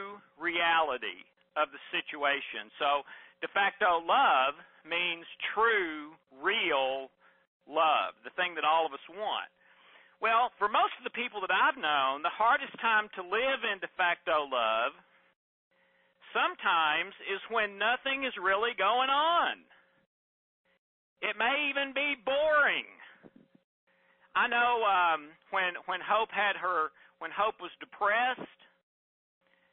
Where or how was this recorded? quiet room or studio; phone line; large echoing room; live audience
phone line